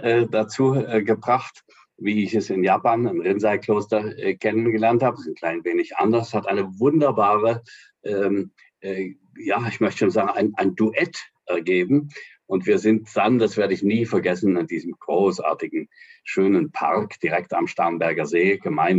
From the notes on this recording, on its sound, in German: Das Treffen erfolgte über Zoom